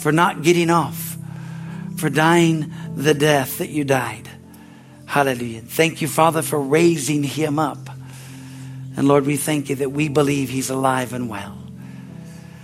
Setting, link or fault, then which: setting, large echoing room